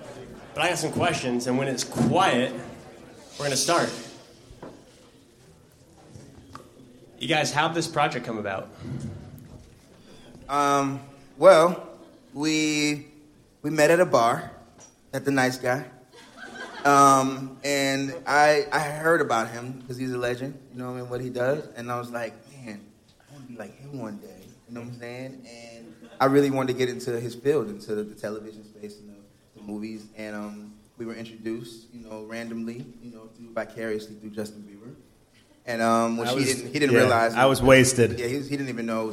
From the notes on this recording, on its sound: Live from Winston House. This bonus episode features an intimate performance from the Winston House in Los Angeles. Hear the first ever live performance of the music from the podcast plus a Q.